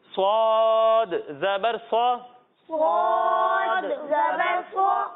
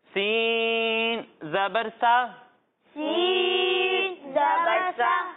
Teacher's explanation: صاد کو موٹا کر کے پڑھیں گے اور سین کو ہم باریک پڑھیں گے اور ان دونوں میں سیٹی کی آواز آئے گی.